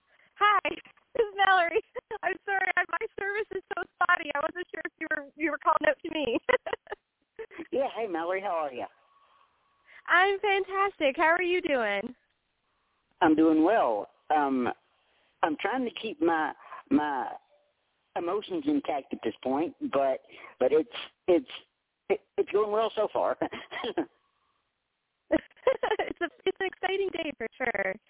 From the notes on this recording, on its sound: we're opening the phone lines for one hour